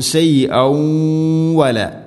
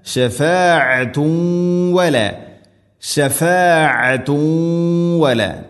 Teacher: കൂട്ടി ഓതുമ്പോൾ ഷൈഔവല ഇദ്ഗാം ബിഗുന്ന, തൻവീനിനെ വ എന്ന അക്ഷരത്തിലേക്ക് ഇദ്ഗാം ചെയ്ത് മണിച്ചുകൊണ്ട് ഉച്ചരിക്കണം. ഇദ്ഗാം എന്ന് പറഞ്ഞാൽ കൂട്ടി ലയിപ്പിക്കുക, തൻവീനിനെ വ എന്ന അക്ഷരത്തിലേക്ക് മിക്സ് ചെയ്യുക.